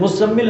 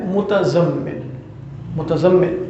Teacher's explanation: تا اور زا کا ادغام ہو گیا · Shown in: first take